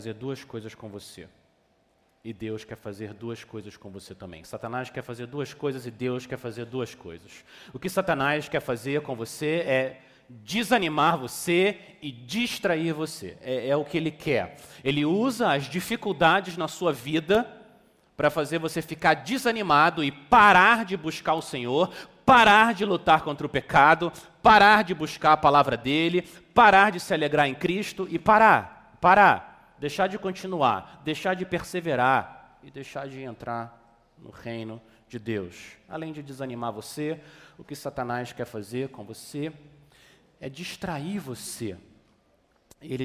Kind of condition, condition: setting, large echoing room